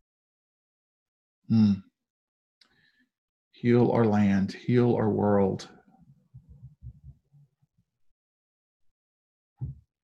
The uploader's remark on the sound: Zoom Sunday.